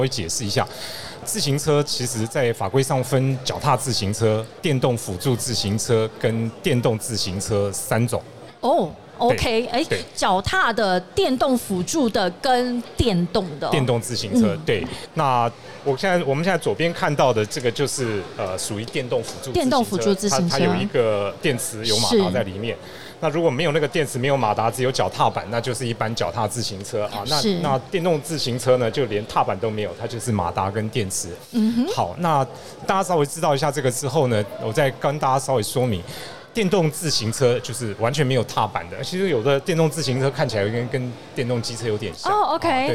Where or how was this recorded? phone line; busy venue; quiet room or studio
busy venue